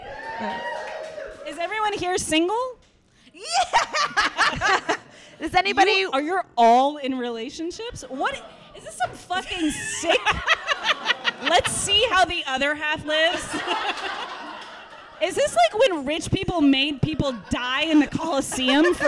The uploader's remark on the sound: LIVE at The PIT in New York City. Continual updates on how our audio levels are doing.